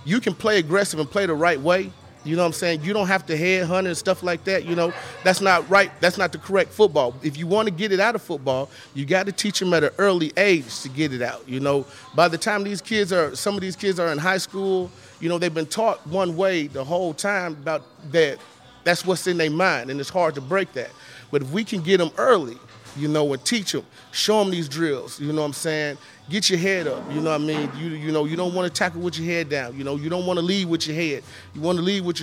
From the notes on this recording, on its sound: LIVE from J'Town's Grill